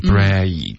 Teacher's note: break 的这个 a,这双元音它得滑动